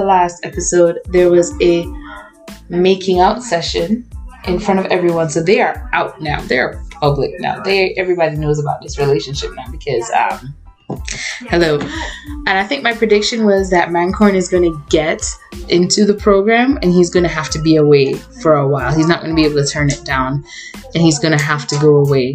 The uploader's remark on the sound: It took me a while to realize I was using the wrong mic. I was trying to figure out why I was loud and the echoey background when I finally decided to check if it was the mic, well yes it was.